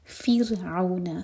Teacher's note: را ساکن سے پہلے کسرہ تو را باریک. فر، زبان کے صرف ٹپ یوز کریں گے.